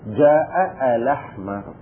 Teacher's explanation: الحالة الأولى طبعا خصوصا إذا كانت في هذا، إذا كانت في وصل الكلام، نحذف الهمزة الأولى فنقول جاء الأحمر، جاء الأحمر حذفنا الهمزة الأولى، وممكن نحذف الهمزة الثانية ونبقي الهمزة الأولى